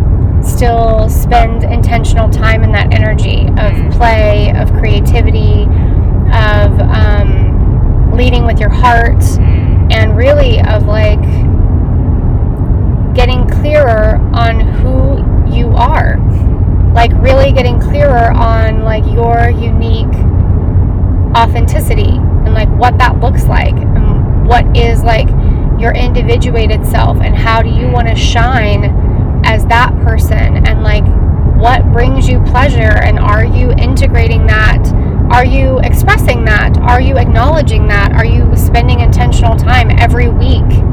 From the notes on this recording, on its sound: Drive across the country (this time anyway) and share some thoughts around the cosmos from the car.